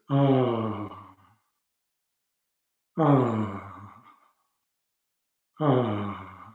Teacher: So it's a totally unconstricted sound.